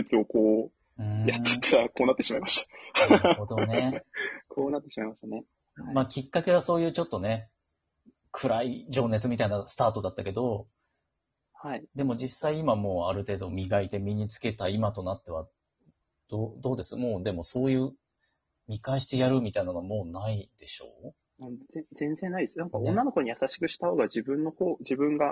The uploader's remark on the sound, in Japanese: リモート収録。ゲストと一緒に配信。